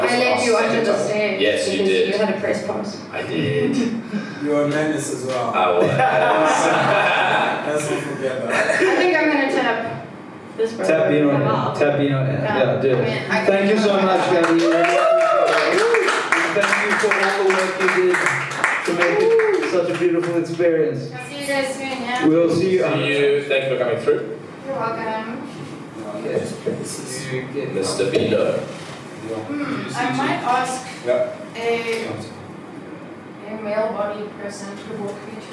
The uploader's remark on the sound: CAYACAST Live: Daisies Decompression. Laptop got stolen the day after this (booooo) so unfortunately we lost the audio. Your regularly scheduled audio quality will be back next week!